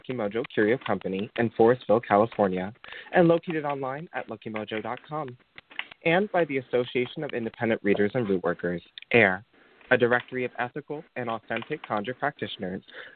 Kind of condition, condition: link, phone line